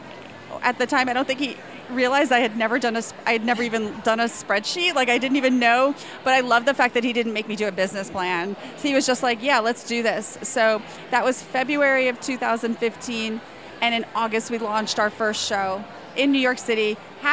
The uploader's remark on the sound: I recorded this episode while at Indie Beauty Expo Dallas 2018. I interviewed some of the brand owners with products I love.